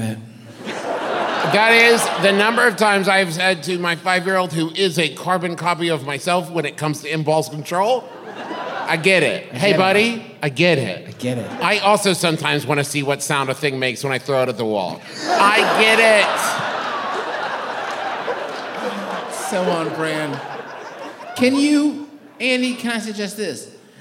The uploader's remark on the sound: the 2022 live shows, from the Orpheum Theater in Minneapolis!